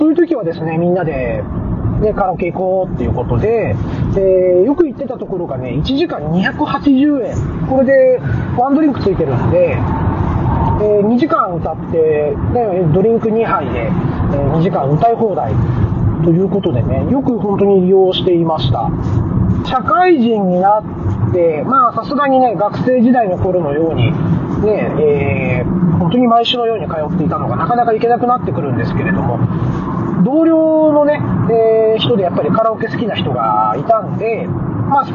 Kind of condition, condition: setting, inside a vehicle